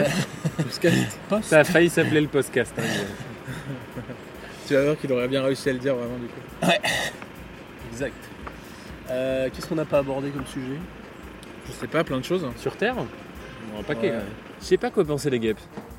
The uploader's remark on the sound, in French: Il a été enregistré dans un trajet en minibus. Été 2020, départ en vacances.